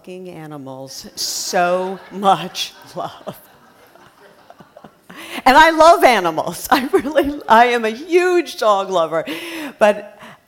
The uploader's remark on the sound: Live at The Fremont Theater in Portland, OR. Portland Story Theater.